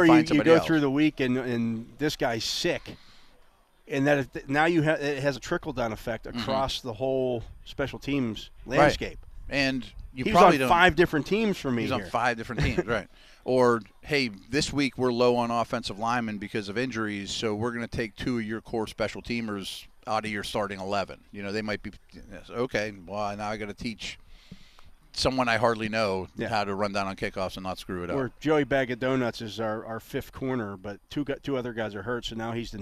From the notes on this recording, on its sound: The Drive live from OTAs Day 5. Live from the UMPC Rooney Sports Complex.